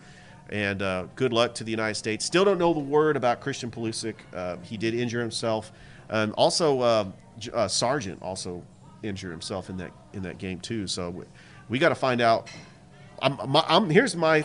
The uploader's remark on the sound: Live at Ivy Park Sports Bar and Grill